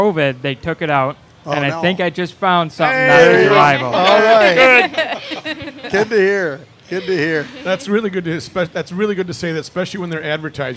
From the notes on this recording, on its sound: Live from the state fair!